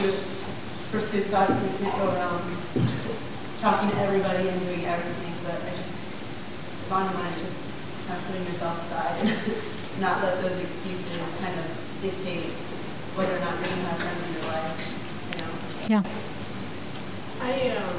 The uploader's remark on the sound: Note that the last portion of the podcast includes some group discussion, so sound quality is not optimal.